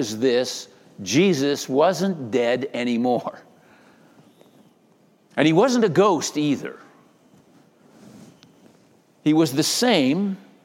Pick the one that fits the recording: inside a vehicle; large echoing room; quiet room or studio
large echoing room